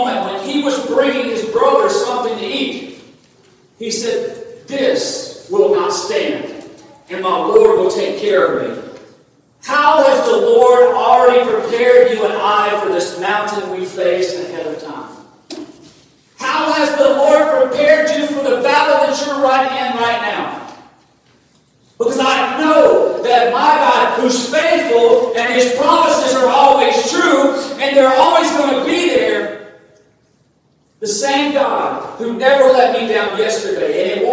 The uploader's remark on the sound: Recorded on August 21, 2022 at Friendship Baptist Church.